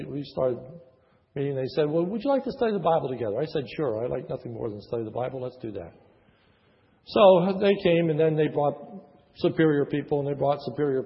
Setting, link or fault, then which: setting, large echoing room